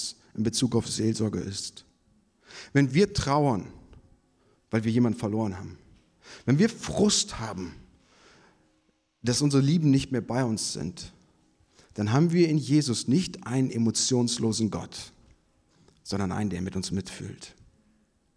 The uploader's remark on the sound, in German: Predigt vom Gottesdienst